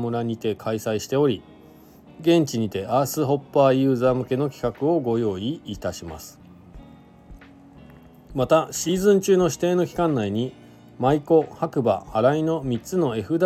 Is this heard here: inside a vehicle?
yes